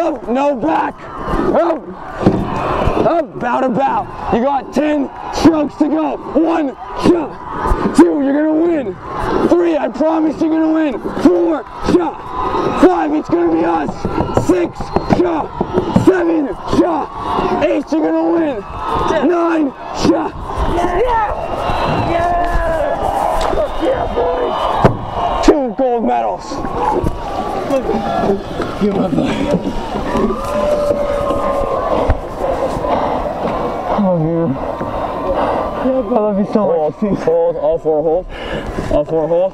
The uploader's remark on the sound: Rowing Coxswain Recording 4+ National Final. Lightweight 4+ Recording.